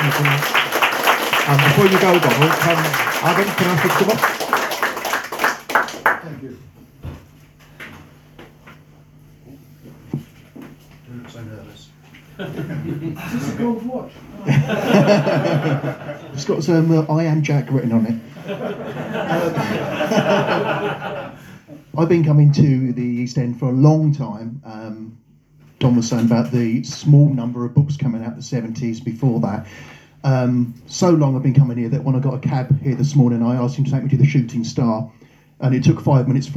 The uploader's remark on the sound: We are pleased to bring to you the Speaker Presentations from the 2023 East End Conference held over the weekend of 7 & 8 October in the Astronomer Pub in Middlesex Street in the East End of London.